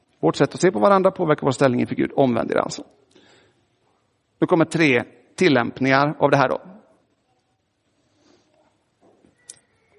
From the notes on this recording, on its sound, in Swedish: Inspelad i Roseniuskyrkan den 2 juli 2023.